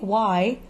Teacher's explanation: if you think y, ö, it still has an open i in it, and the slightly rounder lips can help keep things more in line